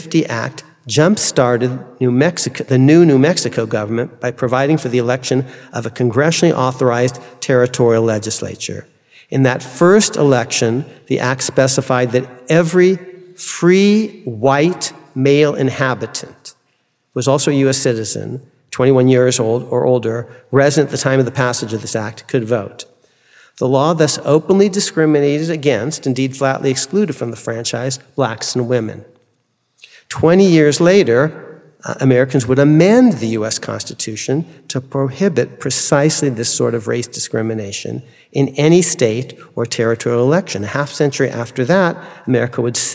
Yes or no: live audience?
yes